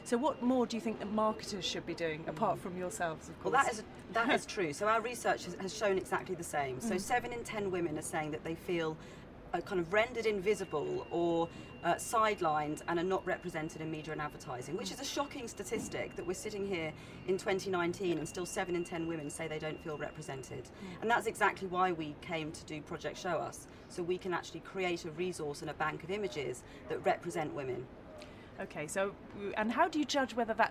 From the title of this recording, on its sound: Live at Cannes Lions